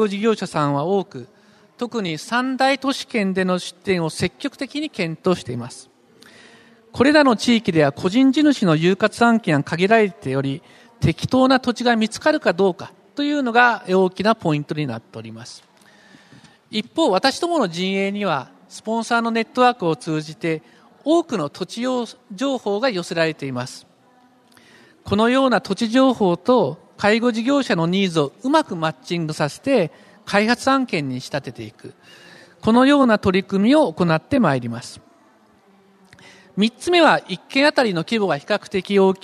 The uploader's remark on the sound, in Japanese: 東京証券取引所で開催した「J-REITファン2016」に登壇した